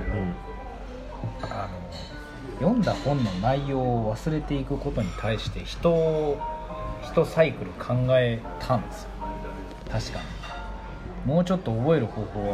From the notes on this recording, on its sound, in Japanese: 東京出張の時にご飯を食べながら収録した雑談です。雑音でお聞き苦しいかと思いますが。